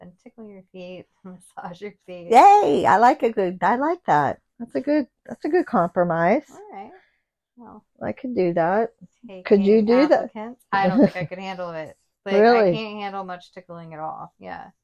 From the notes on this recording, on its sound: We’ve got some funky audio in this one.